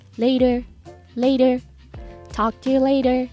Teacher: talk to you later っていうこともできますね talk to you later これも同じですまたねっていう感じのニュアンスですねでこの later のこの発音なんですけどえっ、と later のスペルなんですけど LATER ですよね T が真ん中に入っているんですけど発音すると D にちょっと濁るんですよね · Term: T が濁る